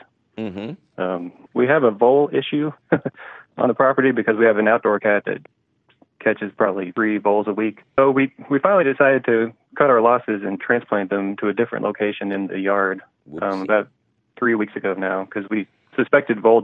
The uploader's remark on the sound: your 'salty' phone calls!